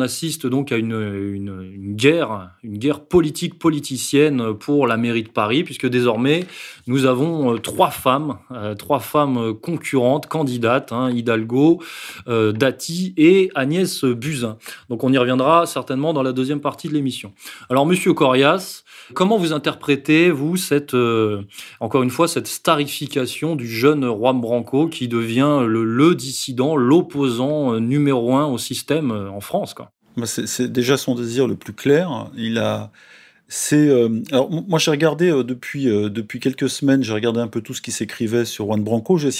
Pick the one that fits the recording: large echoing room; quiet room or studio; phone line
quiet room or studio